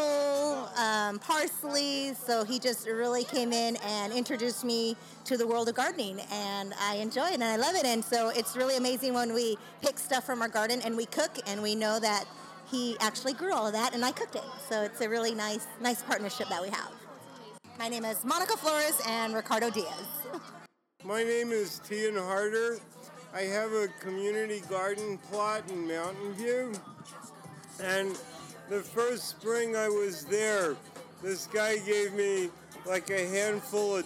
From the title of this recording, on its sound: Live from Viva CalleSJ